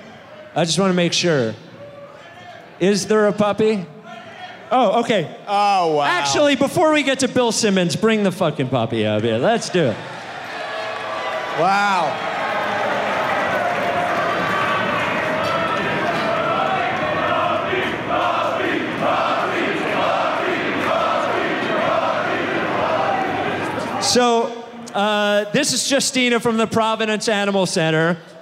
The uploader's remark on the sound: Six years of ridiculous came to a close with a live podcast